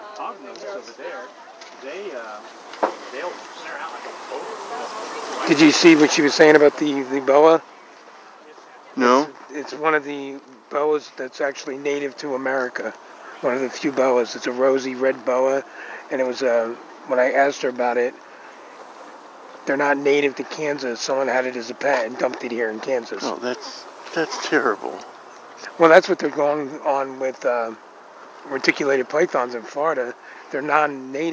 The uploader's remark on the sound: We are going Walking With Wildlife at the Great Plains Nature Center.